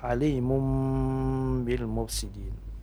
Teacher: Ini namanya iqlab. Ya, iqlab berubah suara jadi mim